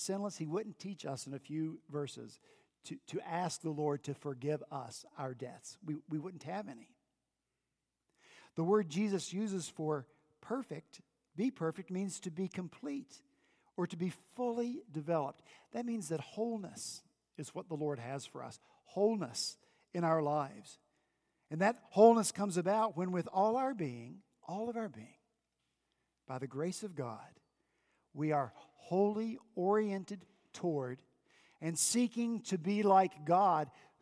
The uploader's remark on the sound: This past Sunday, January 20 at Redeemer Presbyterian Church in Charleston, SC. At Redeemer Presbyterian Church in Charleston, SC, our senior pastor continued in Matthew 6.